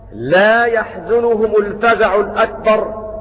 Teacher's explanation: بفتح الياء وضم الزاي